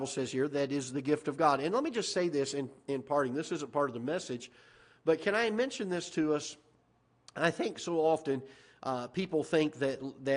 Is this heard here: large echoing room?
yes